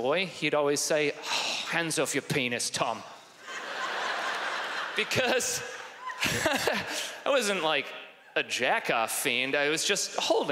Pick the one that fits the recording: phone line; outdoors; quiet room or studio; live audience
live audience